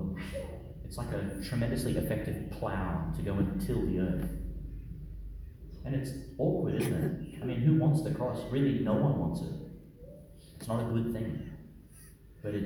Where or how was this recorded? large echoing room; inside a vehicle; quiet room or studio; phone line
large echoing room